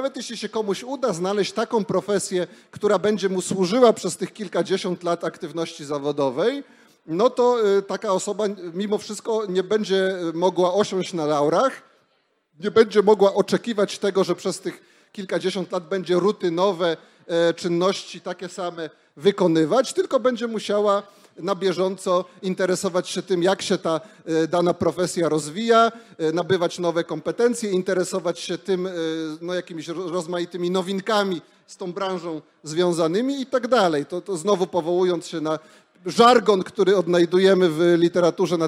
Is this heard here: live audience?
yes